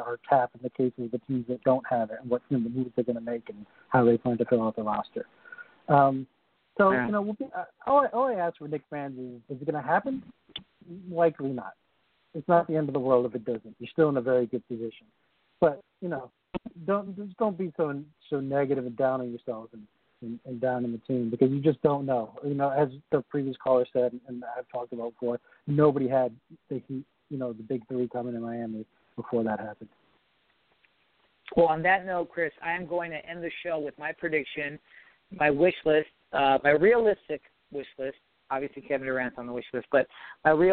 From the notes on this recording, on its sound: Tonight we take your phone calls